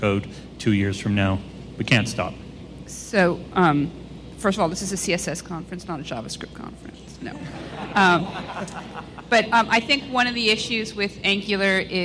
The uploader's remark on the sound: a special recording of the CSS Dev Conf 2015 Wrap Up Panel with lots of great questions from the audience